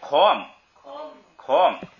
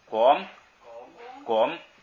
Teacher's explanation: 原来是送气，现在不送气